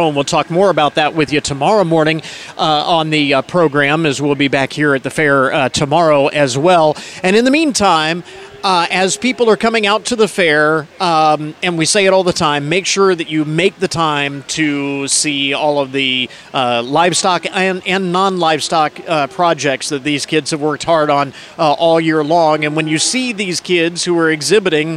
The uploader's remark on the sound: ON LOCATION: Our broadcast from Opening Day of the Hancock County Fair. It's Veterans Day at the Fair.